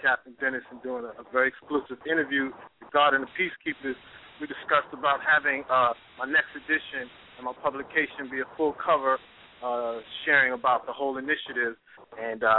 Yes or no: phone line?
yes